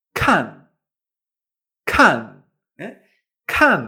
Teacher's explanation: la K en chino es lo mismo, una K, pero sacando aire